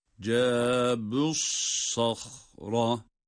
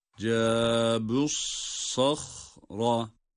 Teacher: Sad harfi kalın, ha kalın.